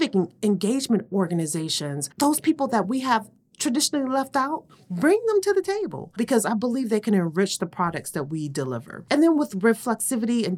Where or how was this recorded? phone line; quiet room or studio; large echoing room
quiet room or studio